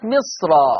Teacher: فعشان كده بقول الصاد الساكنة حاجز بين الميم المكسورة والراء المفتوحة، فحكم الراء التفخيم قولا واحدة